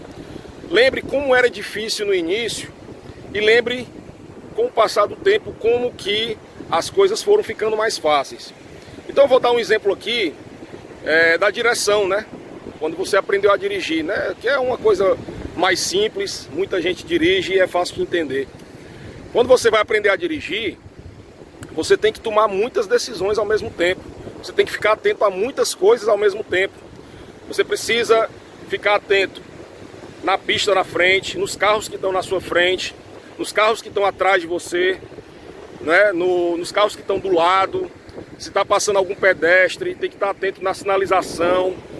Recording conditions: wind noise